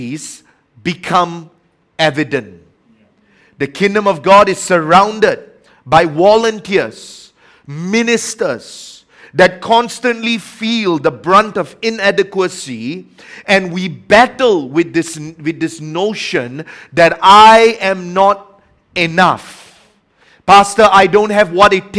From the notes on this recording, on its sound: A message preached during our Tuesday Evening service